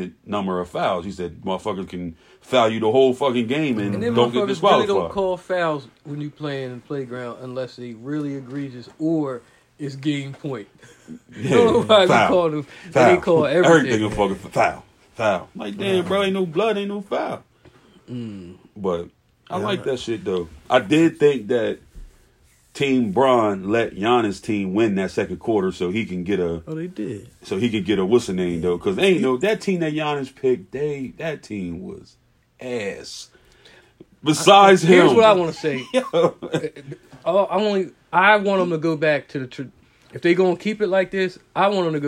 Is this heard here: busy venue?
no